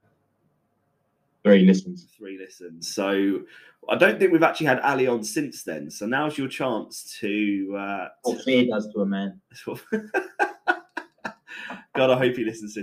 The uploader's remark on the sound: Major technical difficulties has probably ruined this episode...